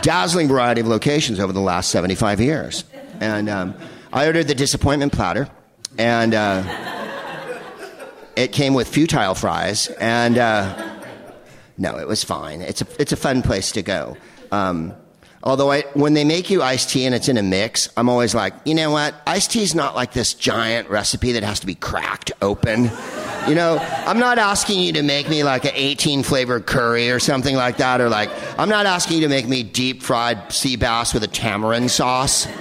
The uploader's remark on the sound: Live from the Upfront Theatre in Bellingham